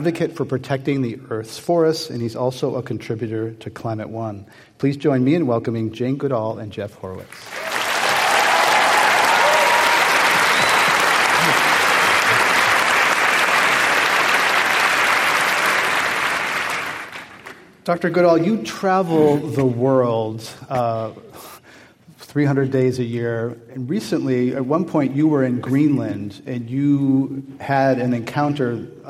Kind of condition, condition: setting, live audience